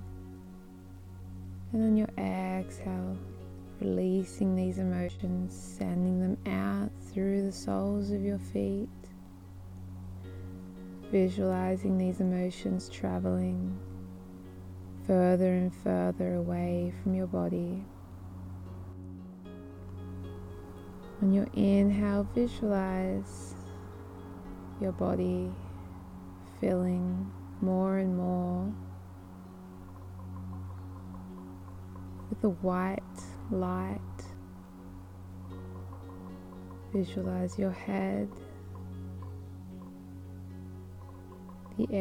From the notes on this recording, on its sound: This weeks guided meditation is a live recording from the woods of Muskoka in Ontario Canada. Listening to the gentle sounds of the wind blowing through the pine trees and birds singing as they dance through the branches.